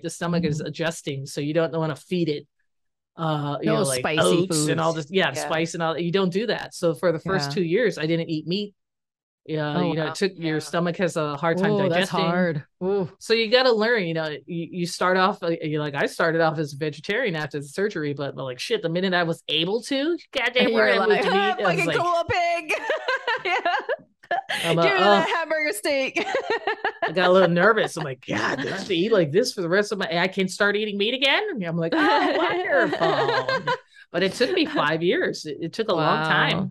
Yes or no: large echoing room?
no